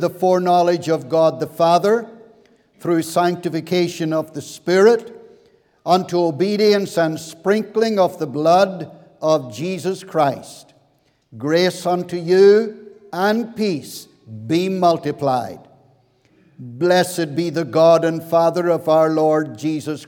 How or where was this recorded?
large echoing room